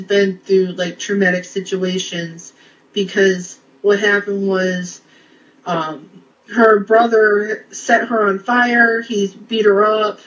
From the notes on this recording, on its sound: This episode was recorded from a live video in the PTSD Buddies Facebook group.